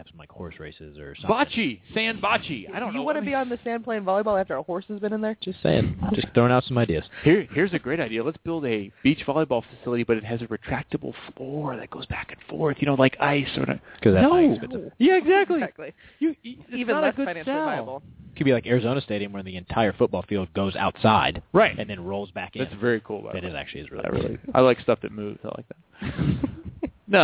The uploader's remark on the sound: Called in from Russia.